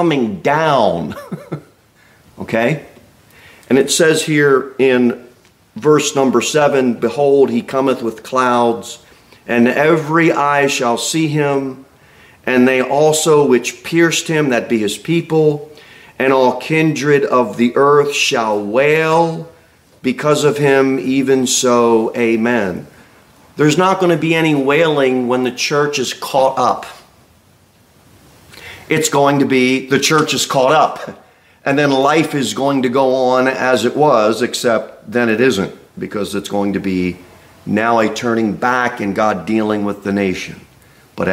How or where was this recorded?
large echoing room